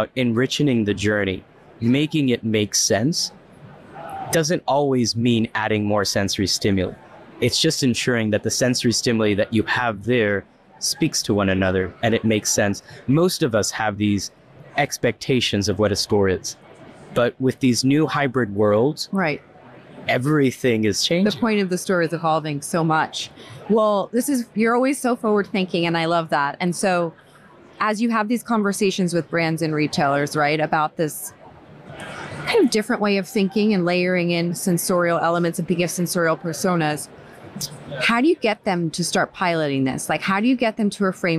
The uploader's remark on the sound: Their discussion, taped at RICE 2023